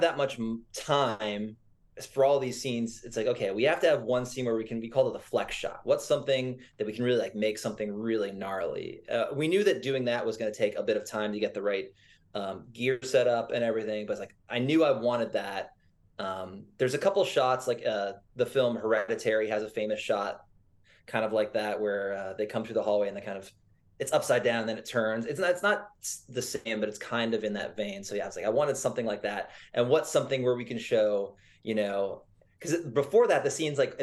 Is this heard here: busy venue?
no